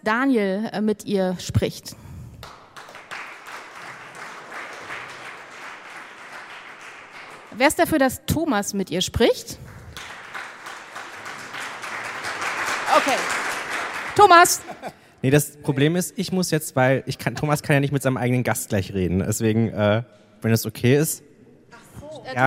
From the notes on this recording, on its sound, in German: Das Digitale Quartett gibt es einmal im Jahr, immer bei der re:publica, live und mit Publikum. Live on stage.